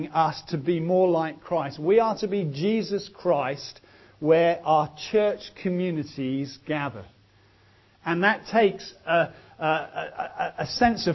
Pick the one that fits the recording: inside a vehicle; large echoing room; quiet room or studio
large echoing room